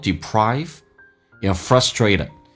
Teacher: and 可以直接说成 n